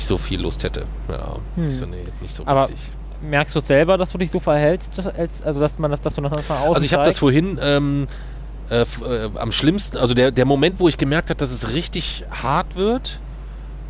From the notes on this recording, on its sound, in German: Mit dem Zug in Bulgarien. Nach dem Urlaub, nachts auf dem Bahnhof in Varna aufgenommen.